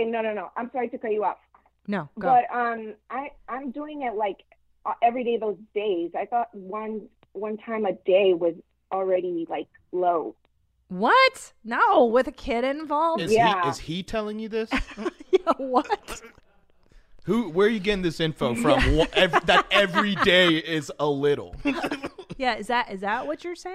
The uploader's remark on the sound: The two of them take live calls from listeners.